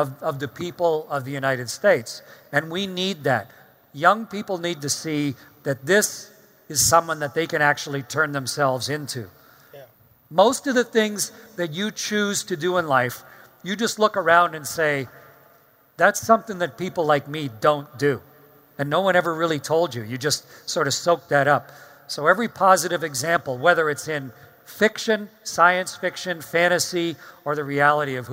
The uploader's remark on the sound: StarTalk Live! from Future Con